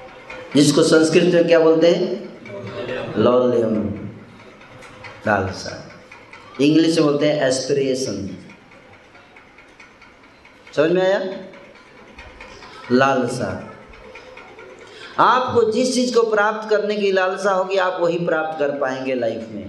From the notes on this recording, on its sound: Jagannath Puri Yatra 2020. Audience : Camp devotees.